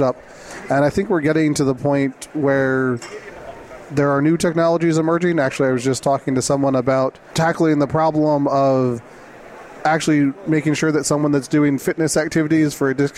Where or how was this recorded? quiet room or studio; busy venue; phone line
busy venue